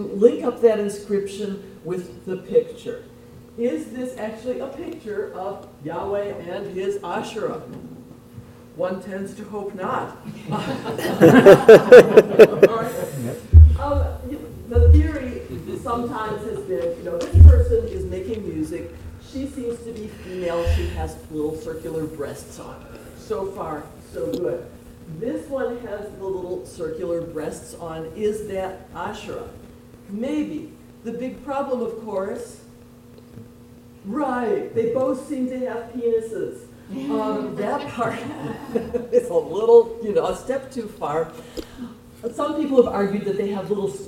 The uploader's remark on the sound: This podcast was recorded on May 1st, 7:30 PM at Temple Sholom in Springfield Ohio. Temple Sholom in Springfield Ohio for hosting the event.